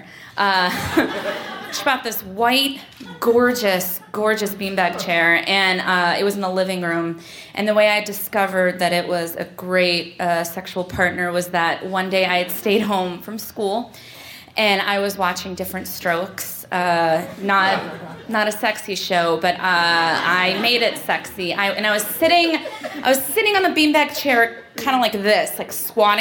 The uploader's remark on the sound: Recorded live in New York City.